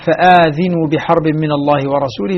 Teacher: بالمد بعد الهمزة وتحريك الهمزة بالكسر فآذنوا تحريك الهمزة بالفتح ذينو.